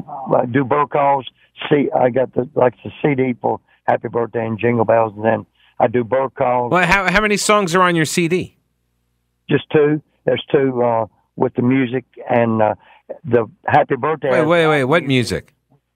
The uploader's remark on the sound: called in to the show